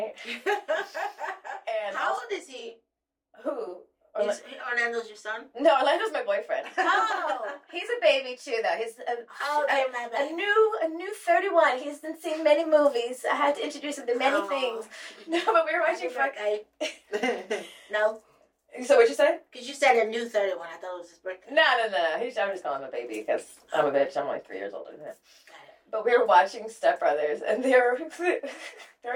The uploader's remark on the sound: Mercury retrograde tried to come for us and we lost our audio for this episode. Please excuse the audio quality.